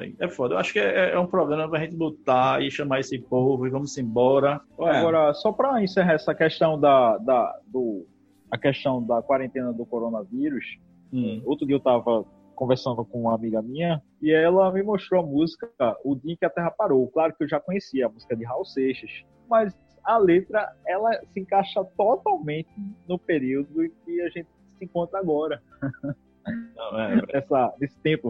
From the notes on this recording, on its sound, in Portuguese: A vontade de iniciar os trabalhos foi tanta que gravamos o audio pela internet e editamos o audio nas nuvens!